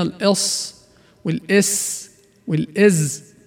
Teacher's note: هناك فرق في اللفظ بين الإص والإس والإز، مع أنهن من نفس المخرج وقريبات من بعضهن باللفظ، ولها كلها صفة الصفير